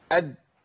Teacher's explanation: انتهى الصوت فين؟ بطرف اللسان مع اصول الثنايا